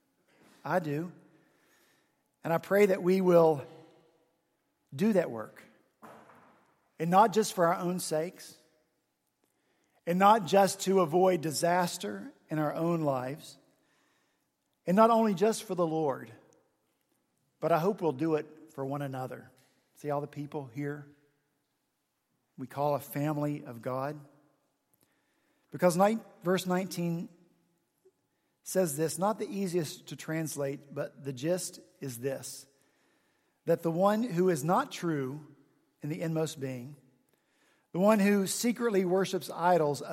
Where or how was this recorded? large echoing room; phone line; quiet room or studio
large echoing room